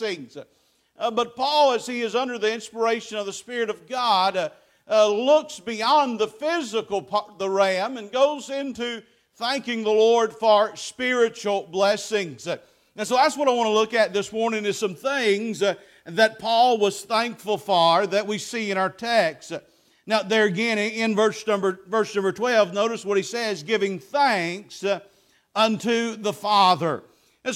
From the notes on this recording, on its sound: Preached at Faith Baptist Church 9/17/23